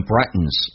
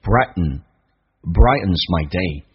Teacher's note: t 跟 n 组合在美语当中可以把 t 去掉，但气流要阻塞一下